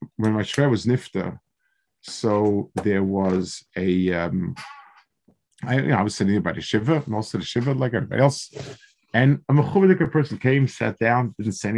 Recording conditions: video call